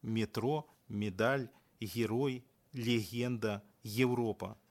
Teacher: Не назіраецца аканя і ў многіх іншамоўных словах пасля мяккіх зычных